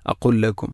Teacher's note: ലാമിനെ അടുത്ത ലാമിലേക്ക് കൂട്ടിലയിപ്പിക്കണം. അങ്ങനെ തന്നെയാണ് നമ്മളൊക്കെ ഓതാറുള്ളത് അഖുല്ലക്കും.